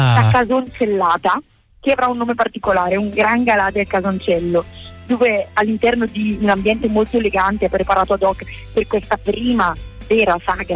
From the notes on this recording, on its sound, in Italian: Al telefono, la vicesindaco del comune di Pontoglio.